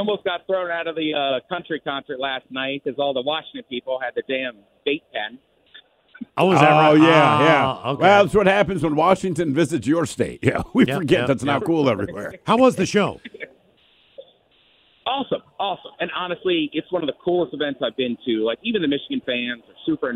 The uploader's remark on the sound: Calls from Houston Texas to give us an on-scene report of the environment of the National Championship game!